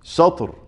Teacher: هذه طاء ساكنة وقبلها فتح فتأخذ نفس مرتبة الفتح · Term: الطاء الساكنة